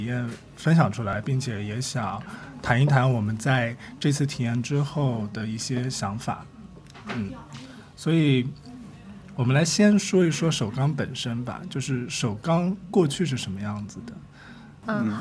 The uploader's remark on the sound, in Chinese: 我们最近参与了一次 Airbnb 的体验活动，名为「在首钢老工业区体验工业改造历程」。本期是我们首次尝试在公共空间录音，在设备调试和场地选择方面缺乏经验，因此录音质量不如往期，请各位见谅。序曲 是我们进入首钢 3 号高炉改造空间时的现场录音。